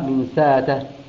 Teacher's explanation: بسورة سبأ، أبدلها ألف يقرأها من سأته